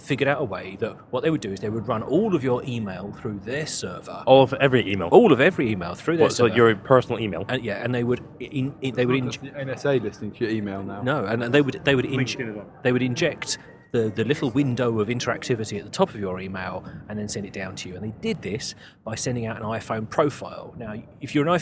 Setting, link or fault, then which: setting, busy venue